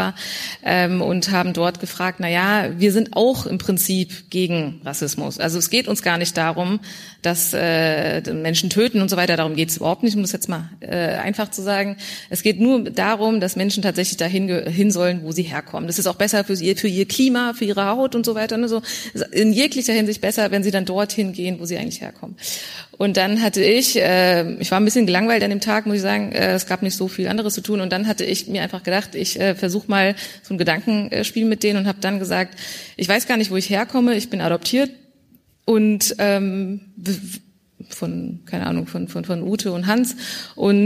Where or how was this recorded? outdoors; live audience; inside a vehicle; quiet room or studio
live audience